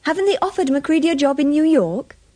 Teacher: Don't pronounce the R in offered.